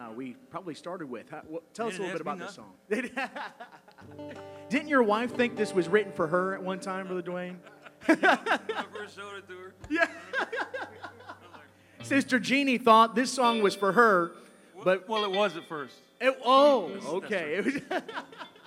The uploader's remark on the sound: Live Concert